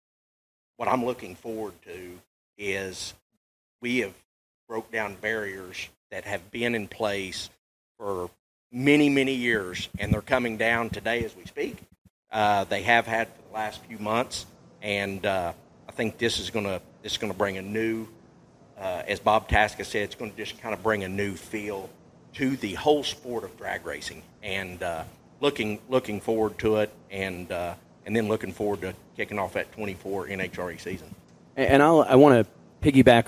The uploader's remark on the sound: PRO Superstar Shootout Press Conference replay. The biggest names in motorsports gathered at the FloSports headquarters in Austin, TX to announce the historic PRO Superstar Shootout.